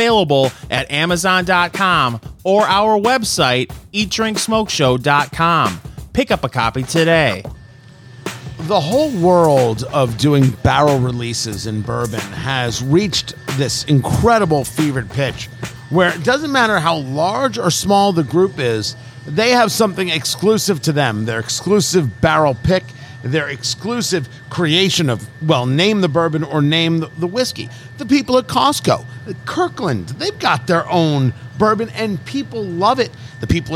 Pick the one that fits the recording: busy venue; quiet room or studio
busy venue